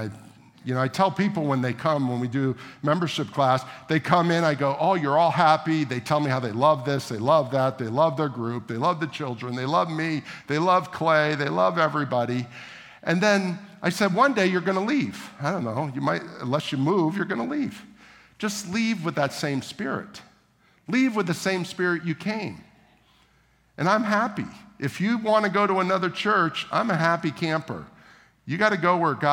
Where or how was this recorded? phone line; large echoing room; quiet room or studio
large echoing room